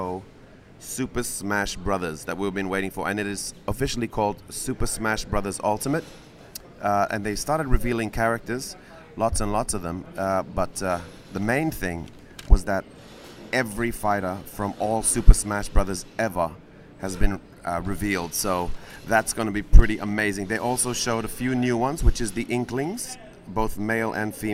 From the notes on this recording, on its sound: live at E3